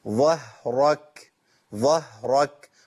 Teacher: ظاء مفخمة هاء مرققة راء مفخمة كاف مرققة